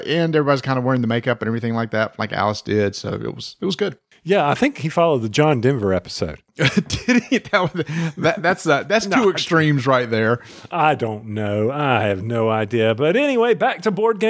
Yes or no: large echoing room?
no